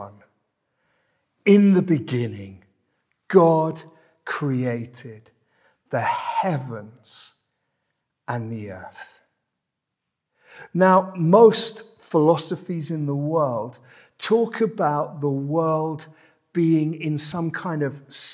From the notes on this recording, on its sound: This sermon was preached at Welcome Baptist Church